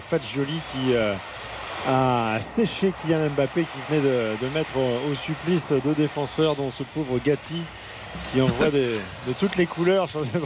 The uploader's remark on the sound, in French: en direct du Juventus Stadium